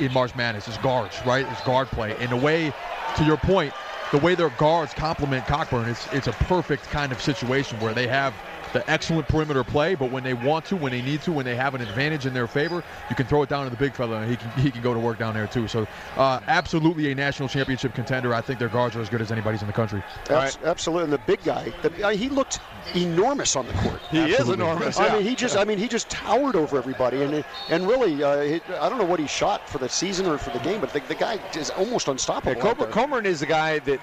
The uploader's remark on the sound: Live from the Chelsea Theatre in the Cosmopolitan of Las Veags